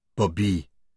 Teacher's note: She pronounced his name with equal emphasis on each syllable.